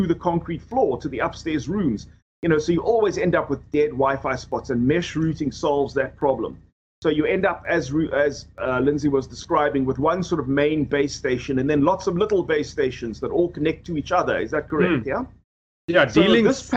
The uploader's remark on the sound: Recorded via Skype